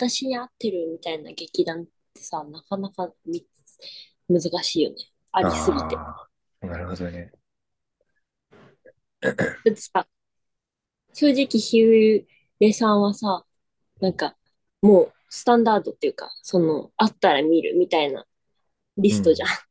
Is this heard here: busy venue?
no